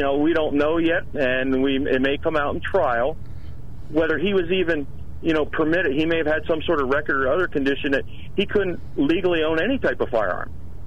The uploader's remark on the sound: During open phones